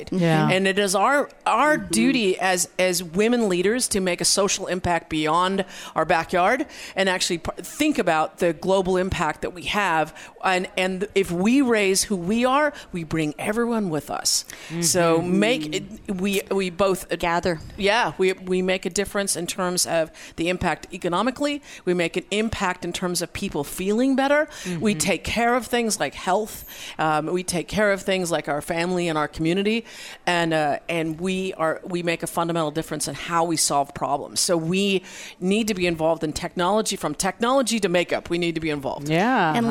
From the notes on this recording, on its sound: Join VoiceAmerica and Special guest Hosts as we Broadcast Live form the Largest Women's conference in the USA! We will be live for 2 days bringing you all the event action, keynote speakers and VoiceAmerica hosts.